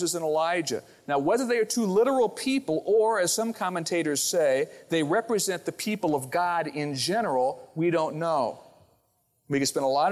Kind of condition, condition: setting, large echoing room